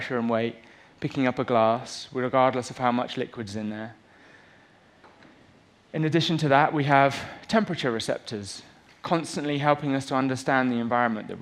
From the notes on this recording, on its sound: on stage at #BoFVOICES